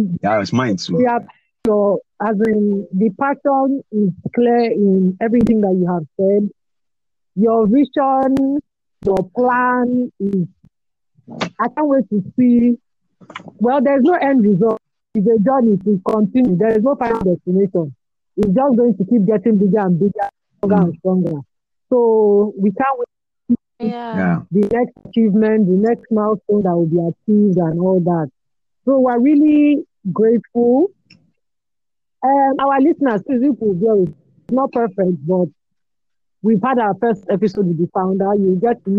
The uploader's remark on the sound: Our Village people network acts up again. Please forgive all the glitches and side talk. Via VPN=Village People Network.